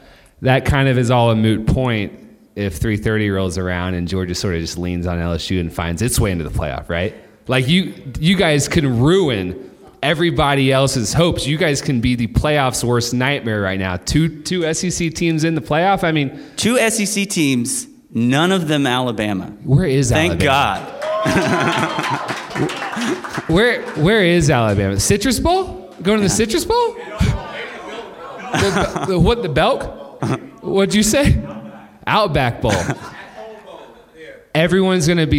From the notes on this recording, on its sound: In front of a live audience in Pandora's elegant studios in Midtown Atlanta.